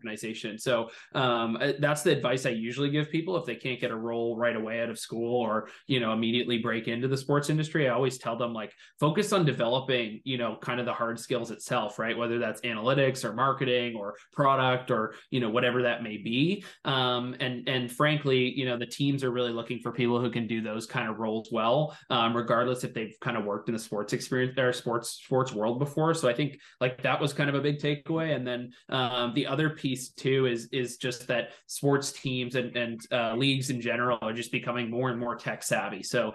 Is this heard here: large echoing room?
no